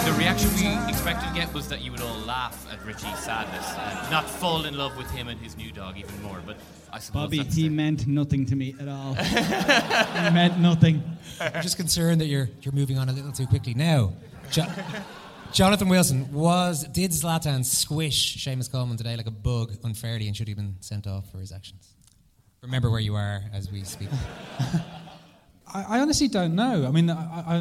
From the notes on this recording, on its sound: LIVE at Liberty Hall Theatre. At the Liberty Hall Theatre in Dublin.